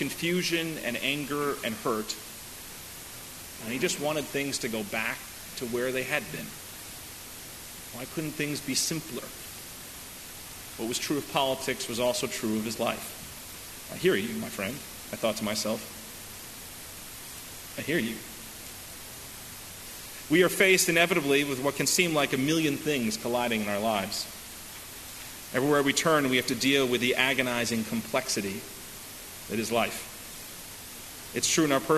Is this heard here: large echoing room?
yes